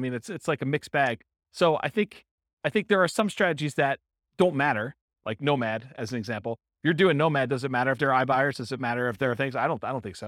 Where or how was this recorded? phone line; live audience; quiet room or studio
live audience